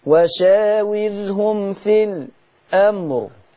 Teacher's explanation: لاحظي بقى الراء اصلا الموقوف عليها دي مفخمة